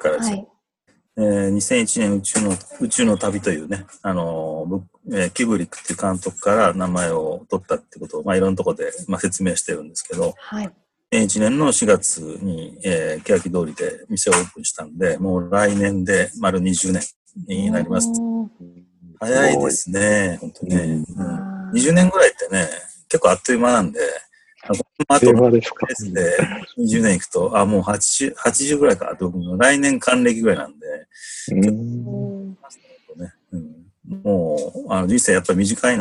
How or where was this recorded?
video call